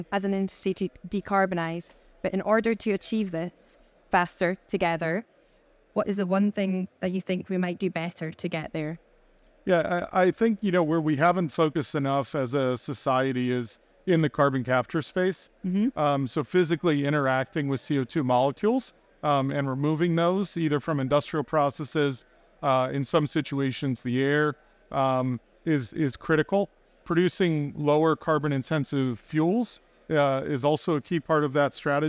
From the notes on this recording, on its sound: Recorded live at ADIPEC 2023